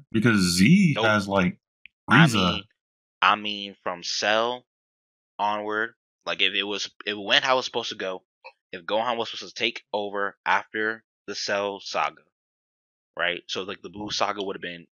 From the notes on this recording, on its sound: The audio here kinda got messed up.